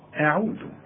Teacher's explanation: فهنرقق قوي الهمزة والعين والذال